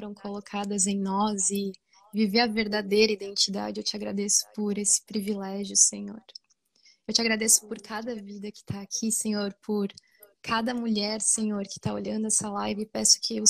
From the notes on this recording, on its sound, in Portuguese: uma live no seu instagram